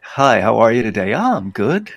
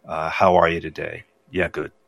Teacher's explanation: Californians always tend to talk in questions, like I just did, you know, even if they're statements · Shown in: first take